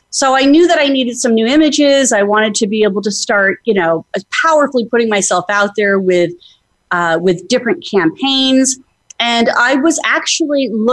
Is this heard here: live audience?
no